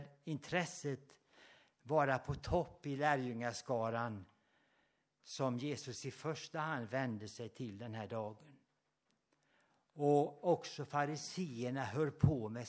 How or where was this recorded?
large echoing room